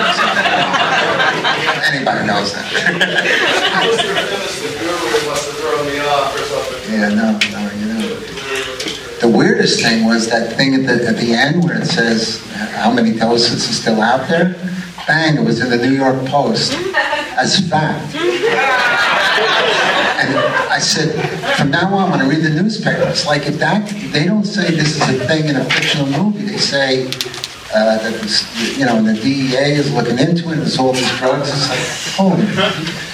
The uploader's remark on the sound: An Alamo Drafthouse Q. From a Blue Sunshine Screening and vinyl soundtrack record release party.